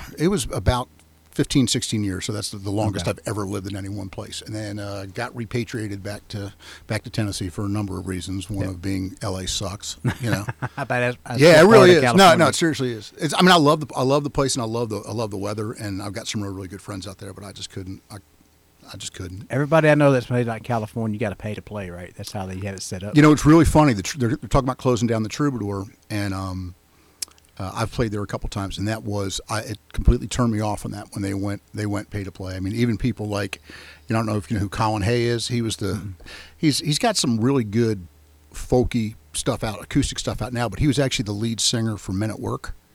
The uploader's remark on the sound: live from "The Bird's Nest"